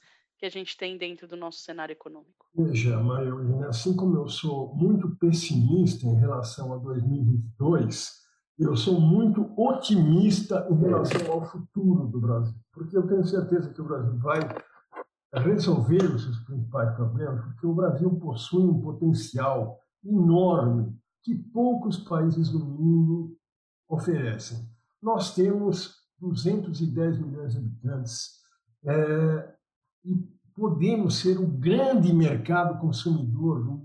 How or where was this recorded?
video call